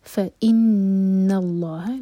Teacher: نون پر غنہ، لام جلالہ ہیوی اور اس کے بعد ہا جو ہے لائٹ رکھیں